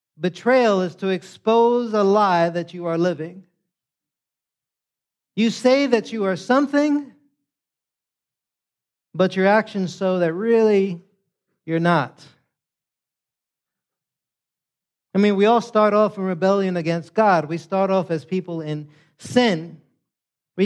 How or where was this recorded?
large echoing room